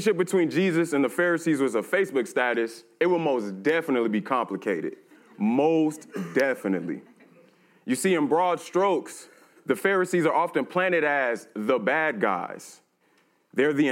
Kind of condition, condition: setting, live audience